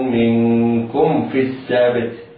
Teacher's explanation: الميم تخرج من بين الشفتين مع انطباق، والفاء تخرج من أطراف الثنايا العليا وبطن الشفة السفلى، فهما متقاربان في المخرج.